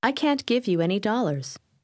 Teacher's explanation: cuando se utiliza can't con otras palabras, el sonido final T no es muy fuerte